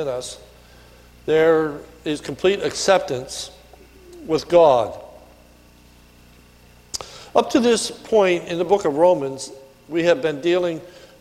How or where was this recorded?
large echoing room